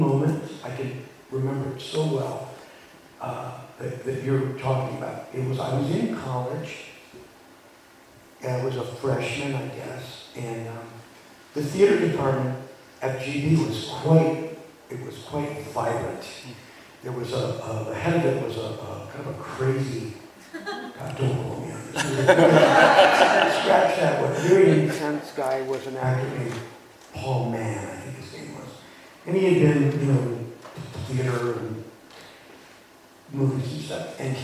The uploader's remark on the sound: MLC Gala at The Tarlton. Q&A from the audience at the Tarlton Theatre.